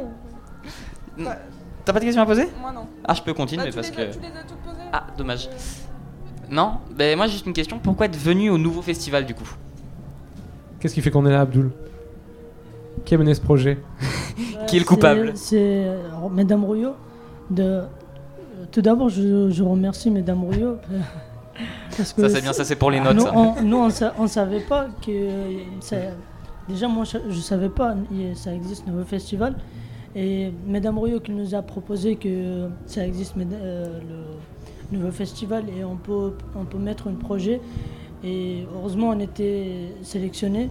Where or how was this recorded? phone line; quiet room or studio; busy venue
busy venue